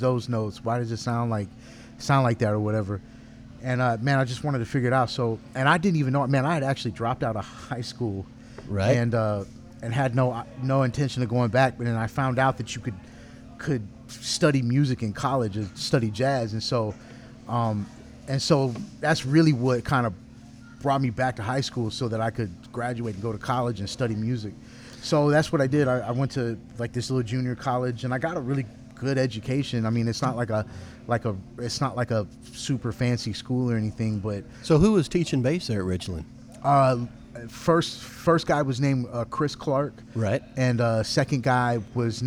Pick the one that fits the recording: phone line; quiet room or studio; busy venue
busy venue